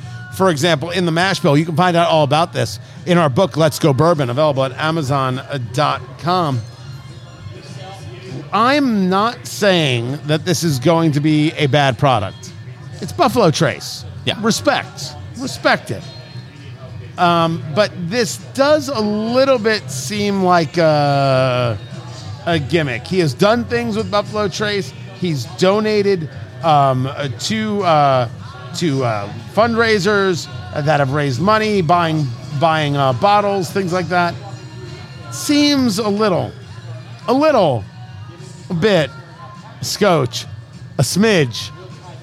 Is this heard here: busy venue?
yes